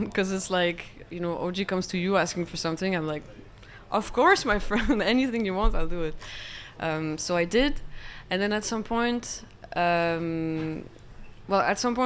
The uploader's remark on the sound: Live from Stockholm Major. The OG's Monkey Business Show coming to you Live from Stockholm! We had guests, we had fans and an all around incredible time.